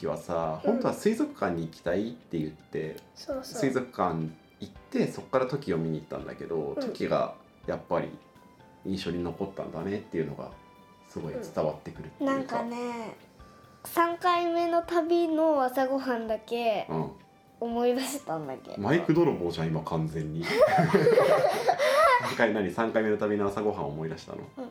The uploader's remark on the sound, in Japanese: 子どもとの3人収録。